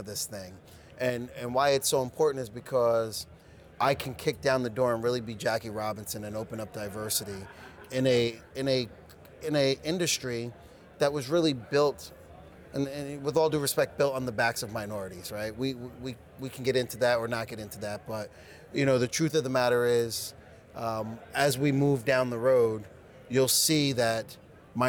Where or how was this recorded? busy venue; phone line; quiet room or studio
busy venue